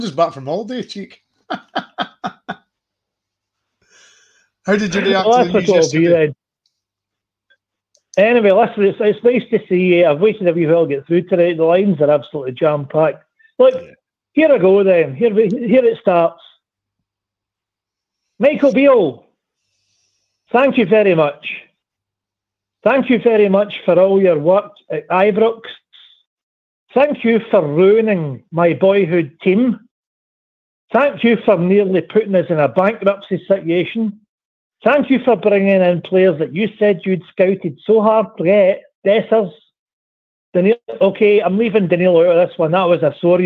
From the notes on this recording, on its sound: Rangers Rabble Phone